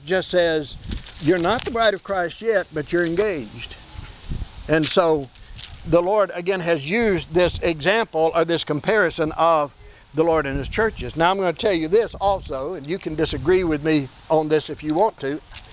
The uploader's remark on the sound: Please excuse the presence of the wind noise. This service was held outdoors due to a fire in our building on Saturday afternoon.